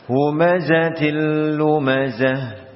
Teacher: maka ta marbutah kita ubah menjadi huruf ha yang bersukun · Term: ha sukun